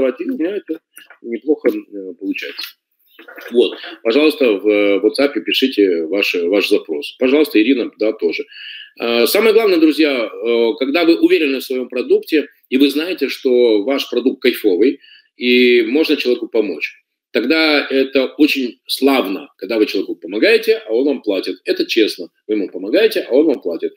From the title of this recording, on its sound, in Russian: Запись вебинара